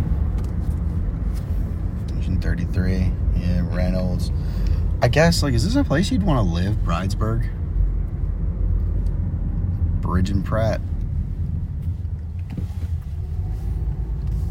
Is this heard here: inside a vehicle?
yes